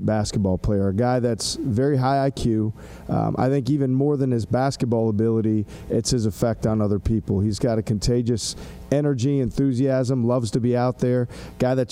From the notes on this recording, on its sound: media day press conference